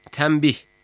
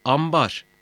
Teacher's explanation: Türkçe'de B kendisinden önce gelen N sözcüğünü M'ye dönüştürür. · Term: NM benzeşmesi